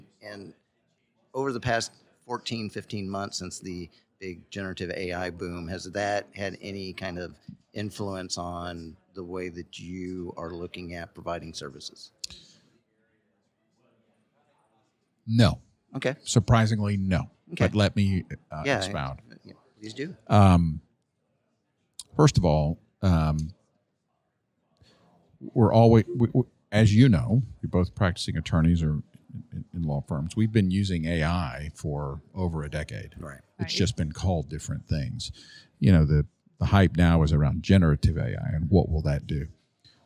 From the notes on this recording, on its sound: Legal Week 2024 Special Part One. Recorded live from the bustling environment of the 2024 Legal Week conference in New York.